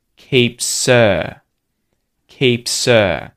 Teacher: instead of the h at the start of the word her, it just gets deleted and it links to the previous consonant in the word keeps · Term: H deletion